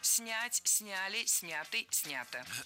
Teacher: Ударение в этом кратком причастии оставляем на корне, как и в большинстве глагольных форм.